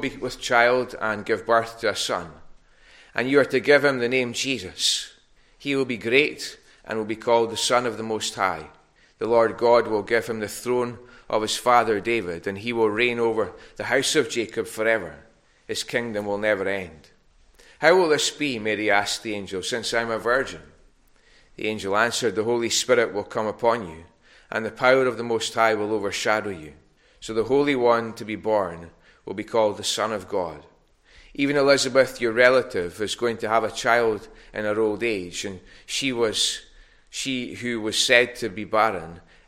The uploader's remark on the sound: recorded at North Harris Free Church on morning of Sunday 12th December 2021